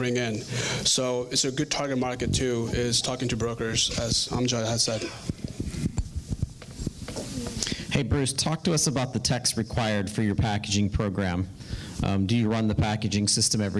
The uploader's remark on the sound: Recorded LIVE at the PDS Pharmacy Business Conference 2019 in Orlando Florida. At an RxSafe Panel Discussion.